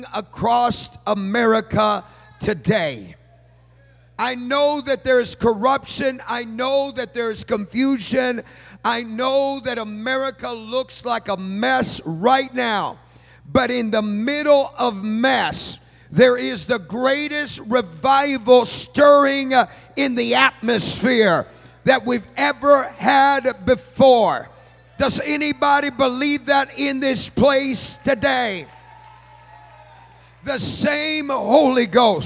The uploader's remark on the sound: from our Summer Revival recorded live this week